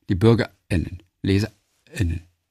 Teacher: das macht man durch diesen glottalen Verschlusslaut